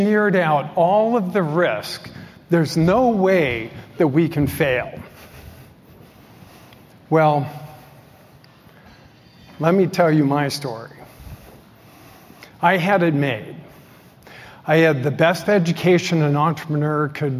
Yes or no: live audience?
yes